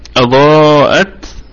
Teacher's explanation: وقلنا الهمزة محققة في البدء والوصل، وأتى بعد حرف الألف اللي هو المد همزة، فحكمه الوجوب، يبقى مد واجب متصل يمد بمقدار 4 أو 5 حركات من طريق الشاطبية، أضاءت. ونراعي الهمس في التاء، نراعي الهمس في التاء، فهيكون فيها أضاءت 4 و5، وحال وقف ممكن نقف على 6 حركات، لكن ليس للوجوب ولكنه للجواز.